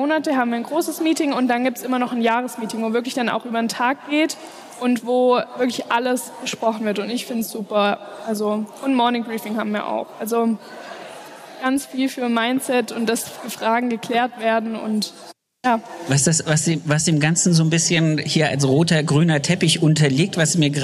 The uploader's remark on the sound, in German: LIVE aus Erfurt von der Styl Com